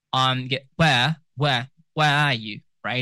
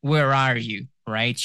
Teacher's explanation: if you're British, you will not be pronouncing the R. · Shown in: first take